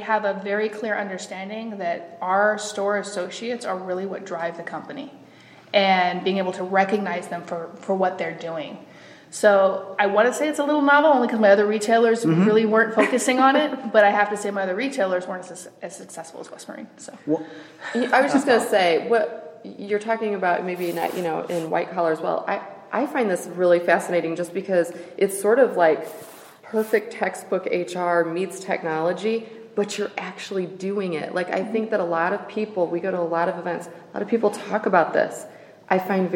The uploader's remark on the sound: recorded live from the Saba Insights 2018 Conference in Scottsdale, Arizona